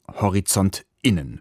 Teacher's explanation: Geschrieben wird das nämlich mit Doppelpunkt zwischen Horizont und Innen, gesprochen daher mit dem sogenannten Glottal Stop, eben Horizont Innen.